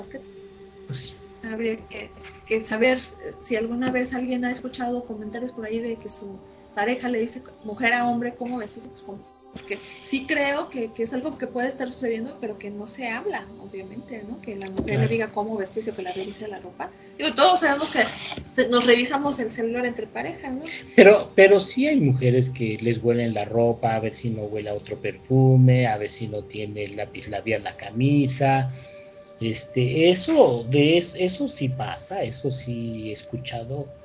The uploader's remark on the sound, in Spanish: Una disculpa por el Audio la transmisión fue remota.